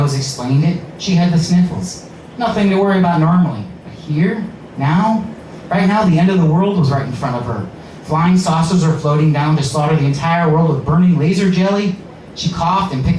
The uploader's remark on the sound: All Muses Monday Open Mic in Willoughby, OH at All AXS